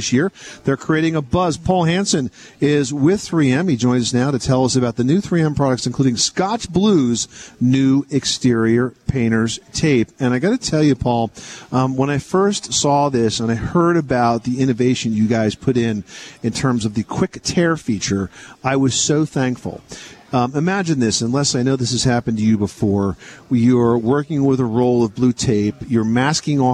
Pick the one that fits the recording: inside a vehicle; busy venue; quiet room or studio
busy venue